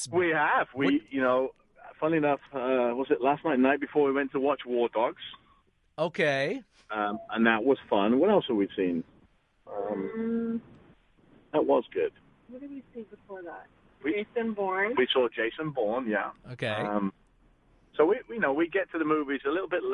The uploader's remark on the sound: An in-studio chat with the cast of THE MILLION DOLLAR QUARTET plus a phone chat.